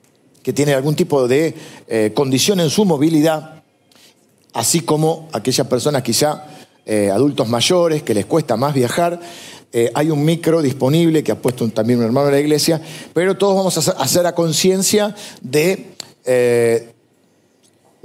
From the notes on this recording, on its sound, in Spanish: grabada en vivo en el auditorio de Iglesia del Salvador